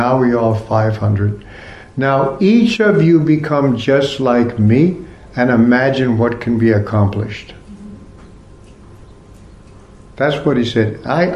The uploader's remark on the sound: Part of the Bhakti Legacy Conference held at the ISKCON temple in Korsnas Gard, Sweden.